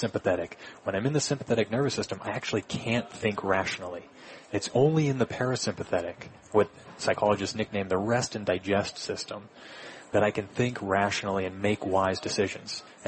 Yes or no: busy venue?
yes